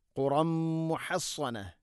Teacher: തൻവീനിനെ മീമിലേക്ക് കൂട്ടിലയിപ്പിച്ച് മണിച്ചുകൊണ്ട് ഉച്ചരിക്കണം